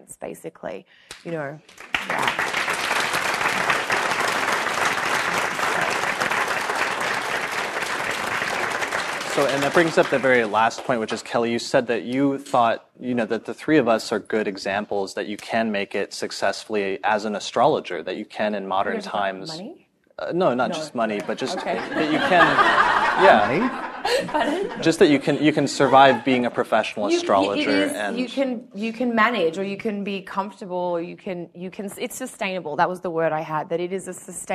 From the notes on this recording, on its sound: Live Podcast Event at United Astrology Conference 2018. A live podcast discussion that was recorded in front of an audience at the United Astrology Conference in Chicago. This was our first time hosting an event like this, or recording an episode of the podcast in person in front.